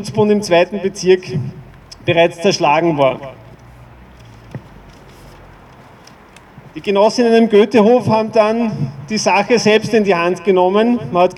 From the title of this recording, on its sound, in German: O-Ton] Februargedenken am 20. 2. 2021 vor dem Goethehof in Wien-Kaisermühlen